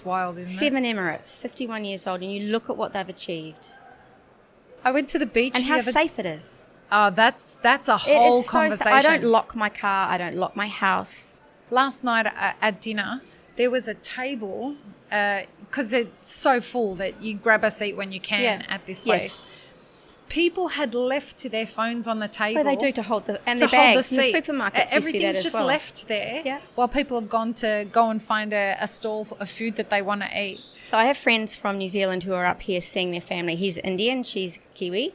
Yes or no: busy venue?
yes